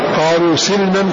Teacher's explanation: كسر السين وسكون اللام والقصر أي حذف الألف بعد اللام